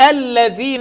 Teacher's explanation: طلع لساني في الذال